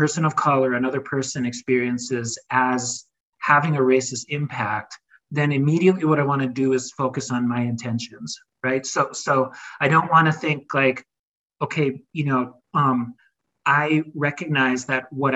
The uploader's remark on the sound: Note: Please note that this is an audio recording from a Zoom meeting and may include language not relevant to a podcast setting.